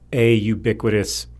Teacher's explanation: ubiquitous begins with a U, but actually begins with a y, which is more of a consonant sound